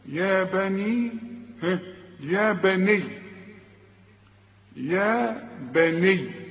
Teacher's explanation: اذا وقفت الياء عندي مشددة وكل حرف مشدد حرفين